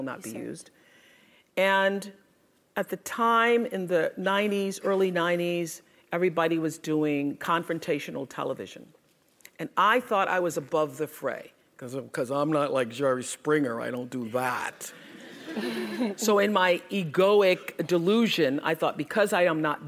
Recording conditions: live audience